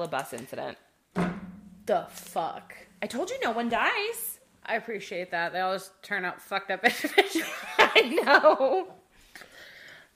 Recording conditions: sounds in the background